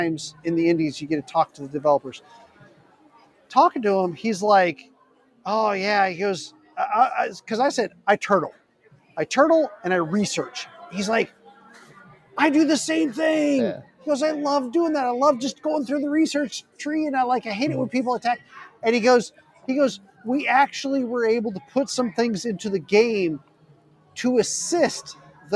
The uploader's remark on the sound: Live from PAX EAST 2022